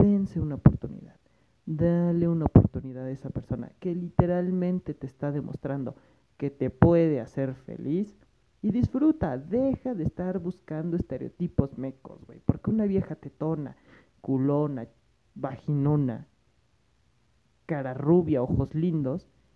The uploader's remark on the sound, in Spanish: Este capitulo ha sido grabado con un celular todo pedorro por lo que la calidad no es buena.